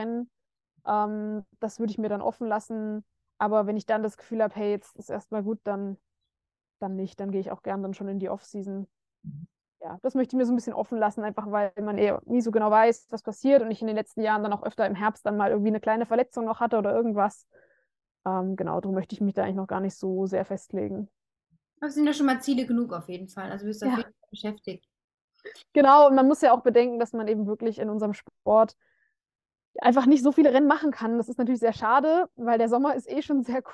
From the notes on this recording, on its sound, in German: per Videocall